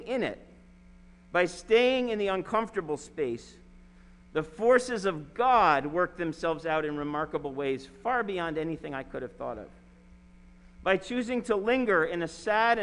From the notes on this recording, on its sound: Sermon preached at RCHP on April 4, 2021.